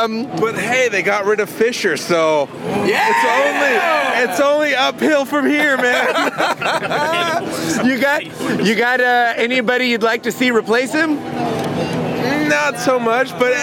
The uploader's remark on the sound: The Rams were home in their season finale so that means the guys were on the South Lawn before the game to record the show from the tailgate!